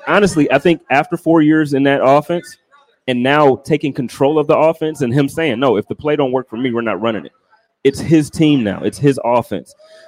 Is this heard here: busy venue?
yes